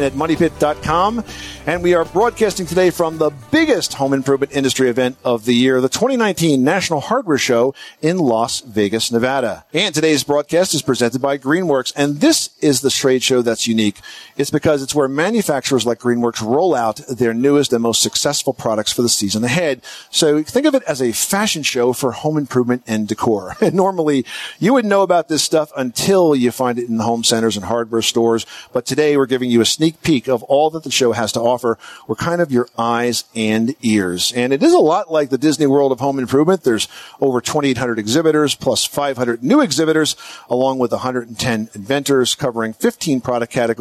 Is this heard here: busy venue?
yes